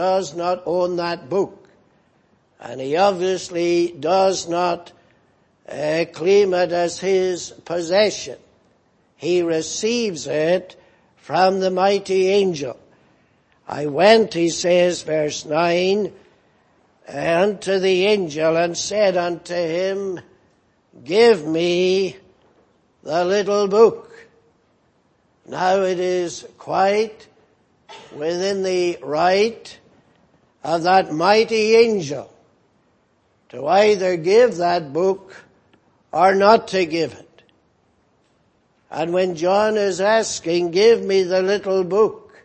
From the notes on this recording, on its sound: Preached in Grafton. At the Lord's Day Morning service on 23rd September, 2018.